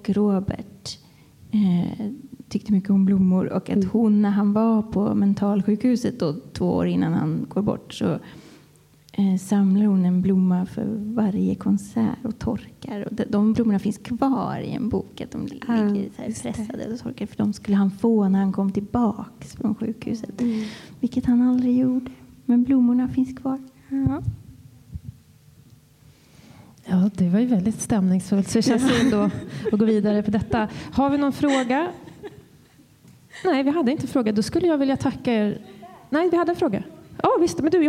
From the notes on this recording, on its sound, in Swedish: Live på Musikaliska. Podden är inspelad live för publik på Musikaliska.